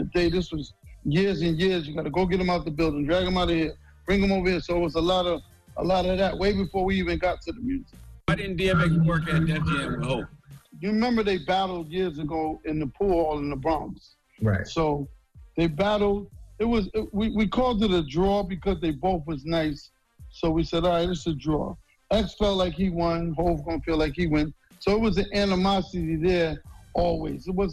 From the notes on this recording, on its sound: we also opened up the phone lines